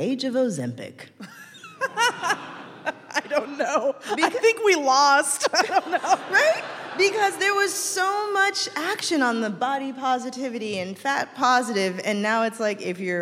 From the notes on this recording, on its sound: Live from Seattle. Today we’re sharing an excerpt from our live show at Town Hall Seattle.